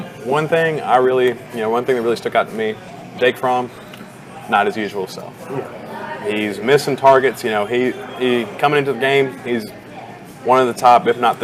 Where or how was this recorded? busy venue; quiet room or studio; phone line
busy venue